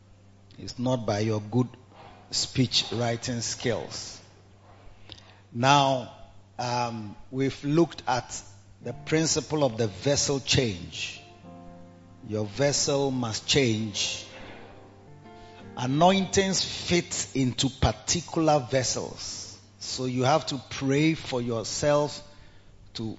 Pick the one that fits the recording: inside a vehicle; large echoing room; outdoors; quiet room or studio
large echoing room